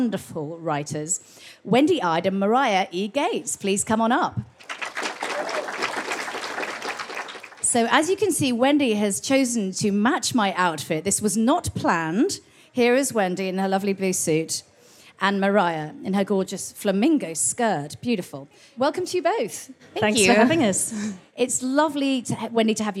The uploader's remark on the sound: Girls On Film live at Karlovy Vary International Film Festival. Karlovy Vary International Film Festival 2023, where Girls On Film recorded an episode with an audience of festival goers.